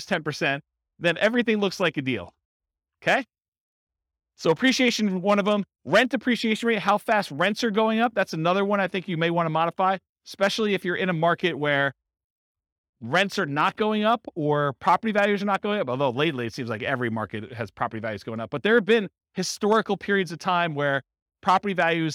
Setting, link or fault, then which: setting, live audience